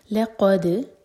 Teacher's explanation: دال پر قلقلہ اور جب قلقلہ کریں تو صرف ٹچ کرنا ہے وہاں پر زور نہیں دینا